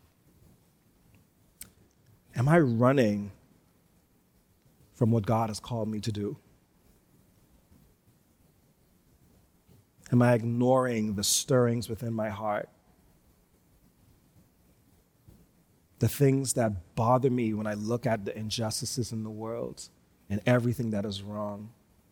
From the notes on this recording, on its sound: Recorded live on Sunday, February 6, 2022, at New Providence Community Church.